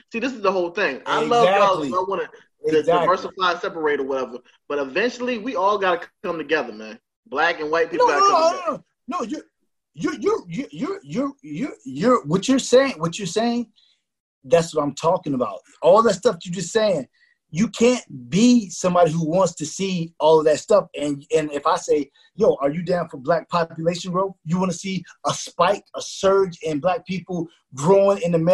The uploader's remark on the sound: on Zoom call